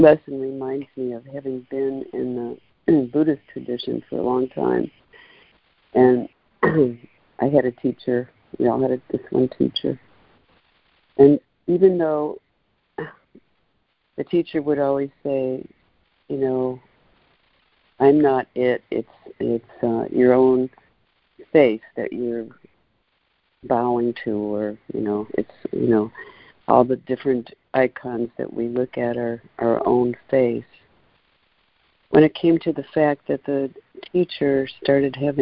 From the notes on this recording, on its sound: ACIM Daily Conference Call.